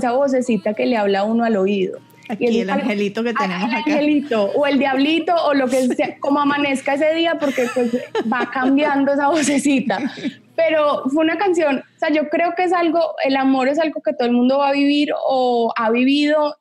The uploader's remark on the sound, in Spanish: conversa vía Zoom